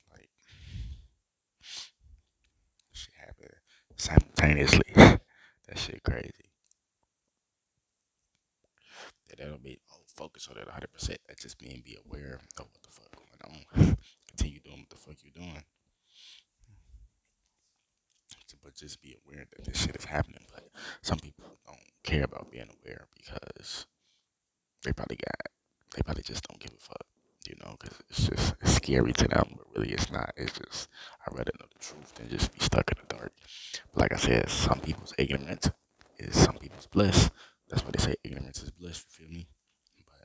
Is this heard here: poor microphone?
yes